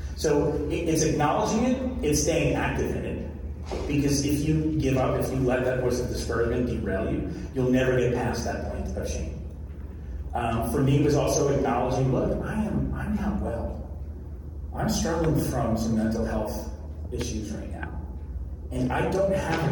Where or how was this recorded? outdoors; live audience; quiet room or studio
live audience